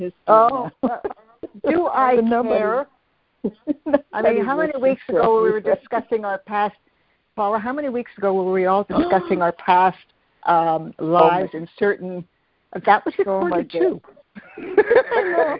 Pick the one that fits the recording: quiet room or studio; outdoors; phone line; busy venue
phone line